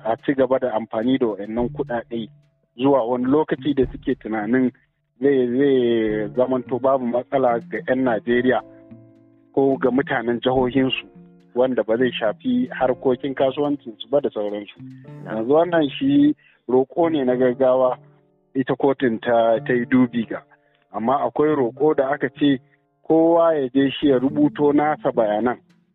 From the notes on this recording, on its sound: recorded via call.